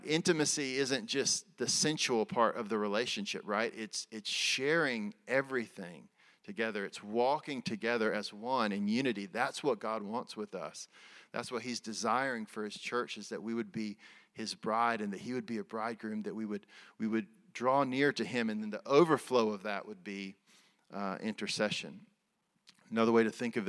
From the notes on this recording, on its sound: Recorded at Resurgent Church in Atlanta, GA in February 2023.